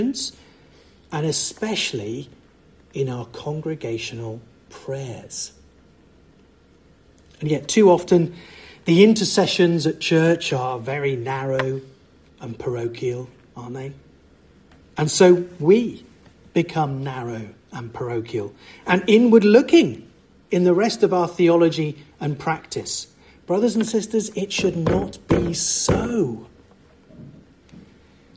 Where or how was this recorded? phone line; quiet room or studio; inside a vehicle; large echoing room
large echoing room